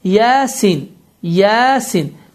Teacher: yə hərfi 2 hərəkə uzadır, çünki həyyun tahur sözündə yə hərfi var, 2 hərəkə uzadır, sin isə 6 hərəkə uzadır. Yalnız bunların arasında idğam və ya şəddə baş vermir. · Term: məddül ləzim hərfiyyun müxaffəf